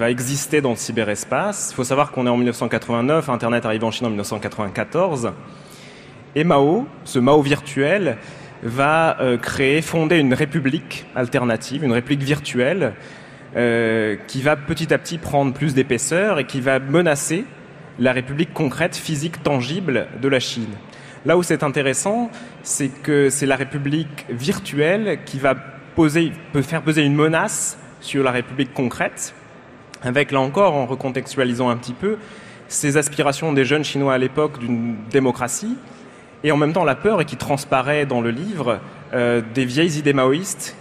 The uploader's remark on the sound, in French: Emission enregistrée en direct du Festival des Utopiales.